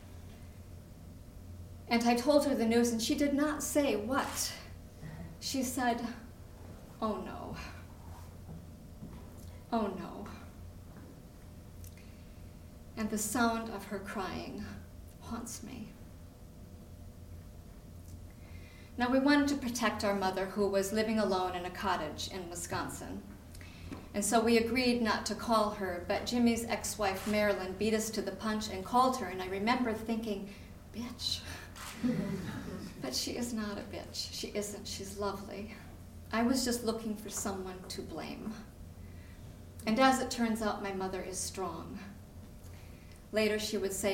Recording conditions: live audience